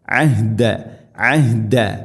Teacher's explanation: ഐൻ തൊണ്ടയുടെ മധ്യഭാഗം, ഹ തൊണ്ടയുടെ താഴെ ഭാഗം